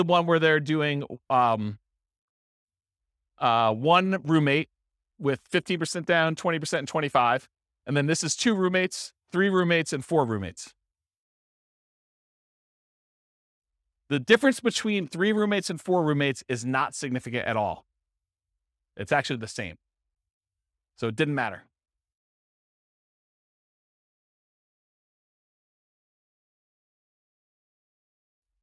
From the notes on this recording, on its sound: This was a live class recorded